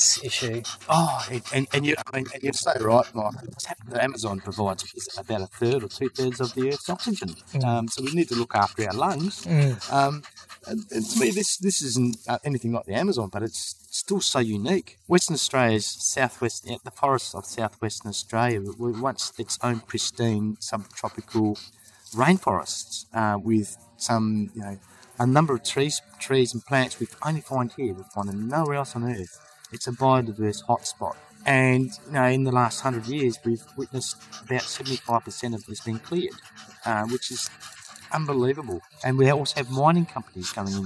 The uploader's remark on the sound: It also happened to be a windy day with quite a bit of ambient sound, affecting the quality of the recording. This episode was recorded on site at the Yakamia forest with our trusty portable recorder. It also happened to be a windy day with quite a bit of ambient sound, affecting the quality of the recording. There is always a trade off with the intimacy of being 'live' with the unpredictable nature of sound recording, so we acknowledge the ‘rawness’ of this episode.